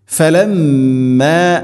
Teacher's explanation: ഫലമ്മാ മീമിന് ശദ്ദ് മണിക്കണം.